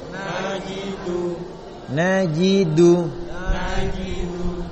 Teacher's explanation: Nah, dal itu di pangkal gigi. Dal di pangkal gigi.